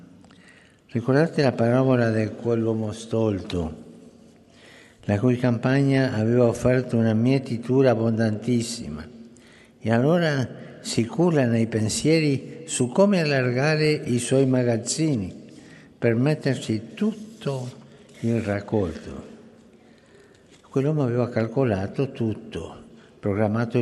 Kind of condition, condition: setting, live audience